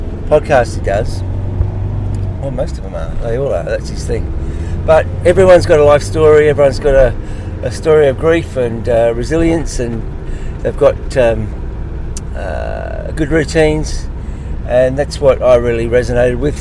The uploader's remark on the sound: This audio is all recorded in my 2004 VW T5 Transporter Van.